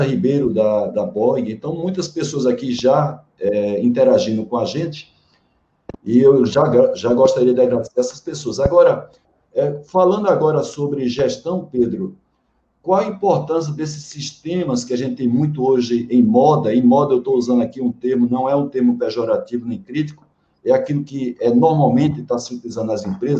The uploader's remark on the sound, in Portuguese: Esta é a gravação da live